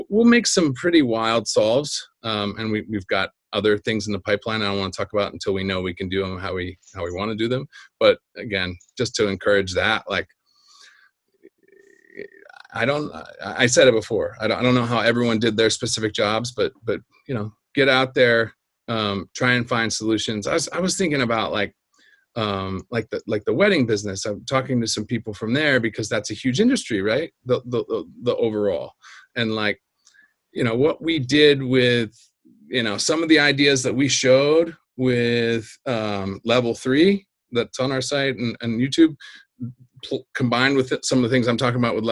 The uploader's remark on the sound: In our first Zoom PRO EDU Photography Podcast interview.